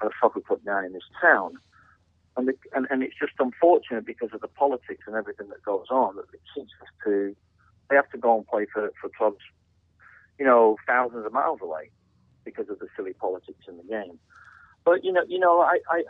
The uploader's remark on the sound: On the phone this week